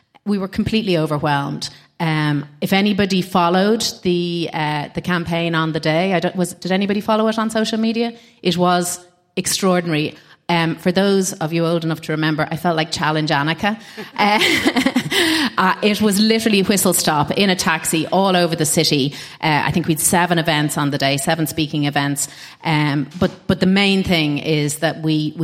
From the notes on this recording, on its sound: Recording an episode in front of a live audience in the salubrious surroundings of the headquarters of their sponsor Eir in Dublin 8.